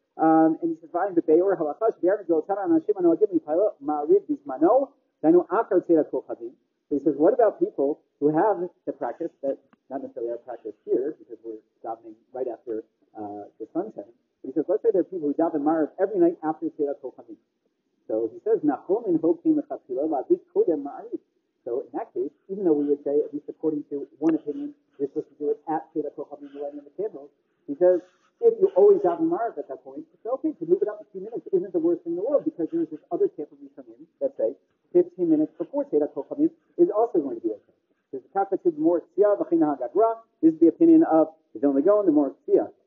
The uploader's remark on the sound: The audio quality is, unfortunately, very poor